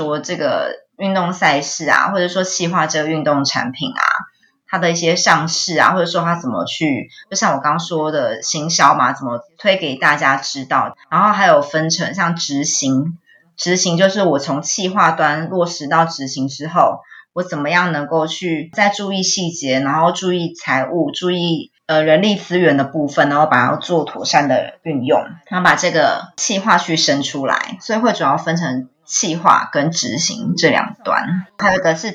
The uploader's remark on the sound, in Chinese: 本集訪問有點現場環境音，還請見諒。